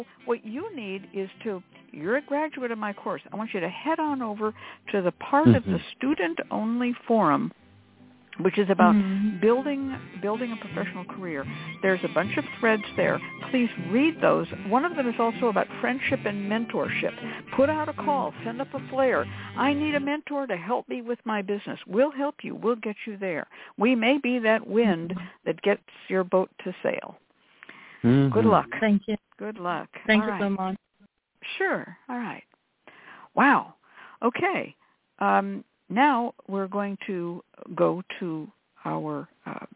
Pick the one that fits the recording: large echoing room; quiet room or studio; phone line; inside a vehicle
phone line